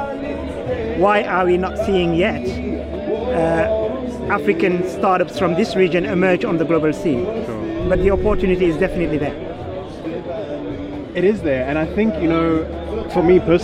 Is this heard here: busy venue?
yes